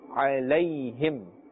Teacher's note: Because this is yaleen. Ya sakin with a fatha before it means there's no pulling.